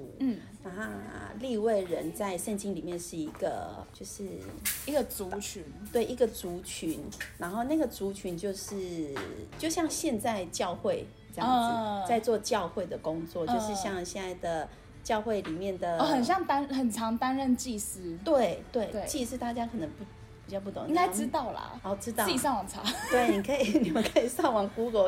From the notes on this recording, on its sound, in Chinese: 本集因錄音場地限制，背景音較大，請見諒